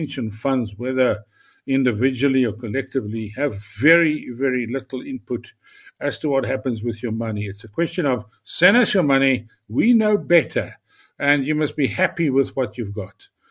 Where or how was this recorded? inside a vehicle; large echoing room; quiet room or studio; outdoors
quiet room or studio